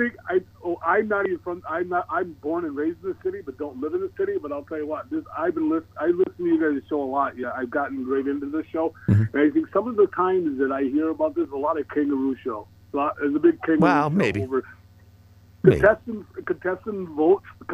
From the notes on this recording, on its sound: Councilwoman called. Including two callers who are auditing petitions for Watertown city council races.